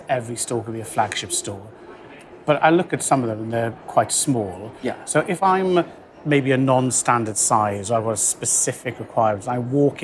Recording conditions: busy venue